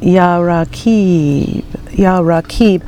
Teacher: The emphasis is on the Qib, the long E at the end.